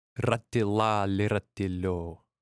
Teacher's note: you can definitely have fun with the R sound there and really make it roll and ring